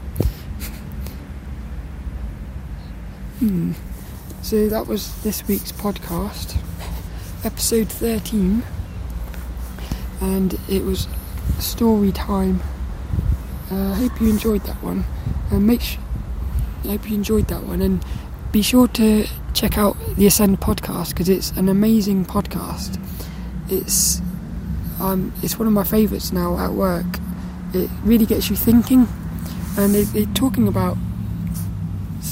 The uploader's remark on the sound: this one was recorded down the park